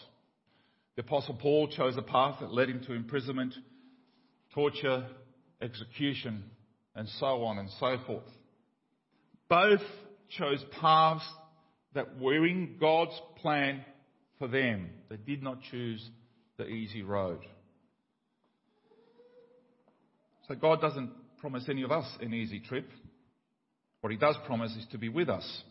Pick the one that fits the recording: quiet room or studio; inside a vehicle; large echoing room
large echoing room